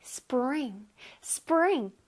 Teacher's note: 끝에 NG에서 약간 콧소리가 나야 돼.